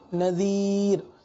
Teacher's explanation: اب را ساکن، اس سے پہلے یا ساکنہ موجود ہے تو اس صورت میں را کو باریک پڑھتے ہیں